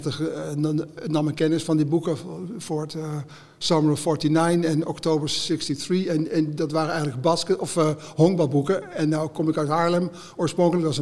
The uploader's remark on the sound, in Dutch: Dat alles doen we live vanuit Bibliotheek Neude in hartje Utrecht.